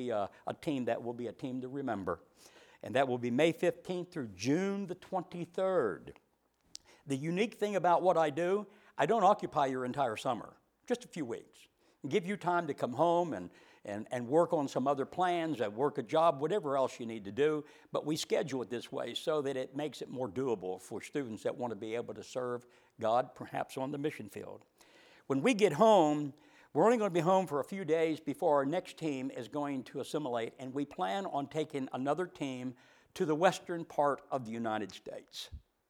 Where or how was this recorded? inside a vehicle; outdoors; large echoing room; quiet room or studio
large echoing room